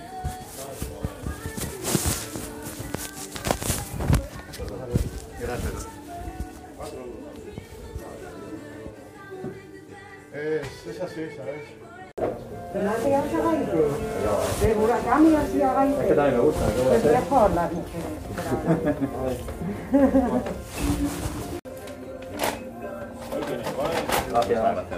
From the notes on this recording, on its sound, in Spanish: Caza de libros: El rastro de Madrid. Quizás sin la mejor calidad de sonido, pero que refleja el espíritu y la diversión con el que pasamos la mañana.